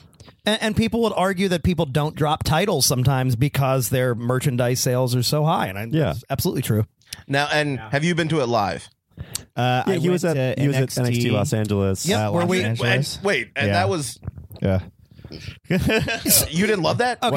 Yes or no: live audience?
no